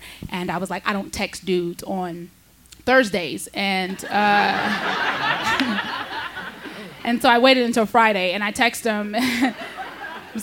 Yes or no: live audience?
yes